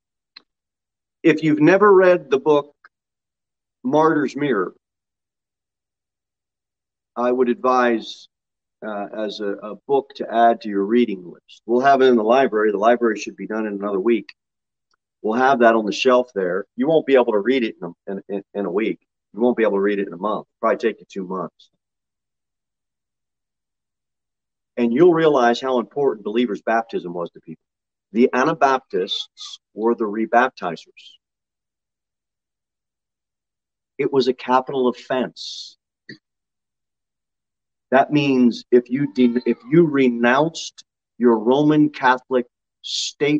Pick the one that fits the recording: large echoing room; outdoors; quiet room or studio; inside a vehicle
large echoing room